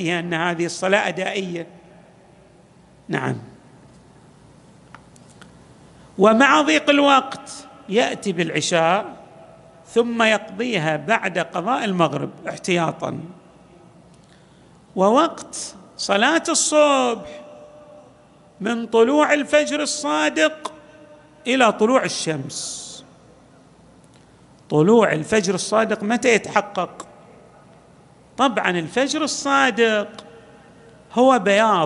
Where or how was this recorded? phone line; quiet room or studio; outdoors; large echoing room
large echoing room